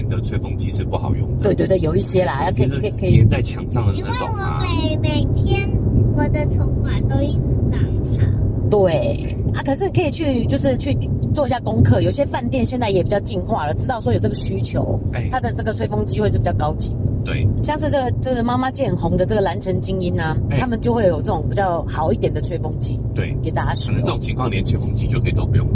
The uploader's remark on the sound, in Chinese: 音質預警。本集在車上錄音、底躁較為明顯。